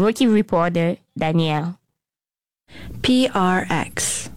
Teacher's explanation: Perfect breathy delivery of PRX.